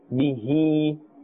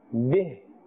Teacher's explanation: If you are continuing, you will say bihi and you will continue. If you are stopping, bih. · Term: waqf